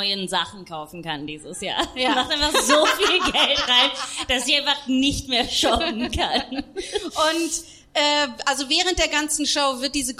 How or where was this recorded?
live audience